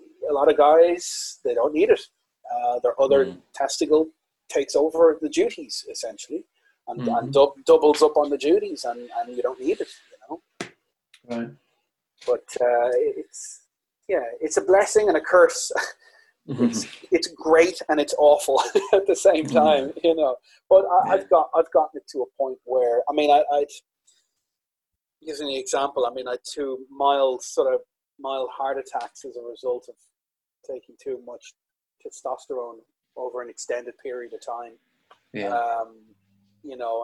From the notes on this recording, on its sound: Recorded over Zoom during lockdown so apologies for the audio quality.